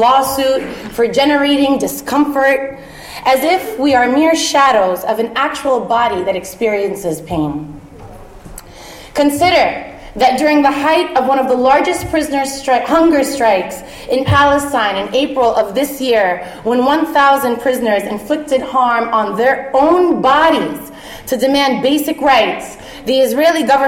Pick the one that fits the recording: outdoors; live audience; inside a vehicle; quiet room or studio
live audience